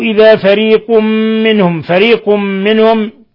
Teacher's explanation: تنوين ضم جاء بعده الميم الحكم التجويدي إضغام بغنة